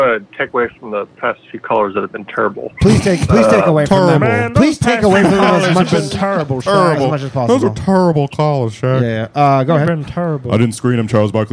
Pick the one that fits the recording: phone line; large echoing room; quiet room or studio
phone line